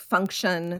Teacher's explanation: that T-I-O-N ending, that has the schwa sound in it. It's because we focus on usually a syllable that is earlier in the word.